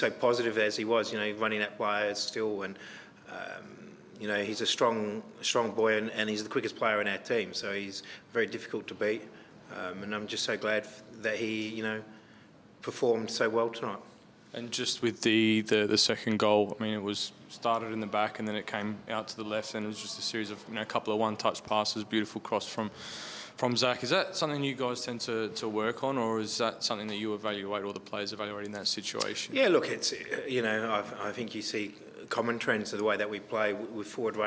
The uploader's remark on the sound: post-match press conference